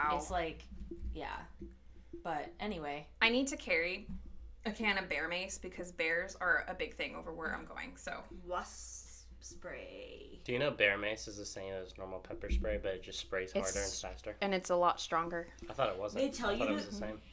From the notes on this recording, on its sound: We apologize for a lot of loud noises, as the mic is being passed around. Our normal set up had to be temporarily moved due to some issues we talk about in the episode.